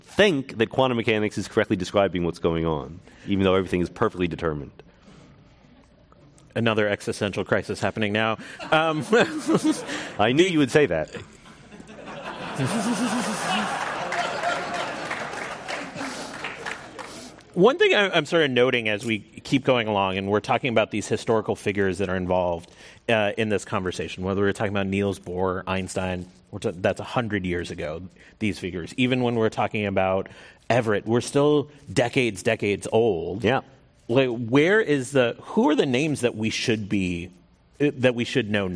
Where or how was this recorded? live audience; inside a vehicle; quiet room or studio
live audience